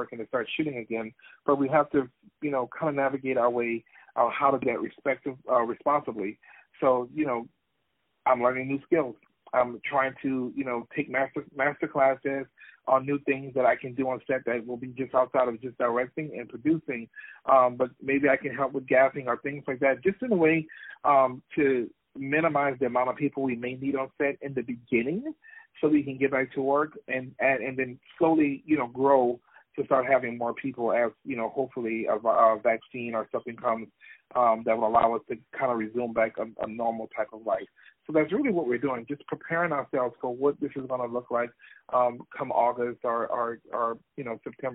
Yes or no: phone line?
yes